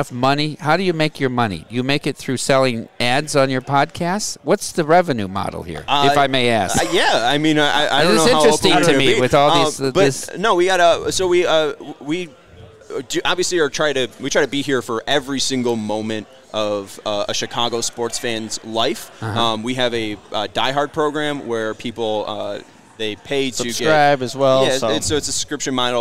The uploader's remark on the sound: LIVE from Circa Resort and Casino